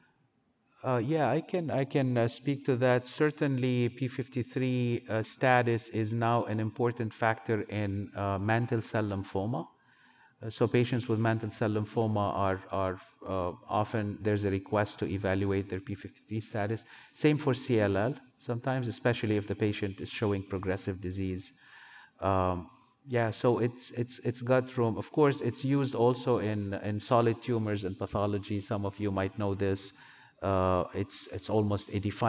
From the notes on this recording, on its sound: based on a recording at the 2023 USCAP Annual Meeting